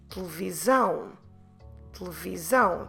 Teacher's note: I'm dropping completely those first two E's, or in Portuguese, es, of the word, because they're not stressed. I'm stressing in this one, I'm stressing the last syllable, where the accent is, where we have the diptong ão.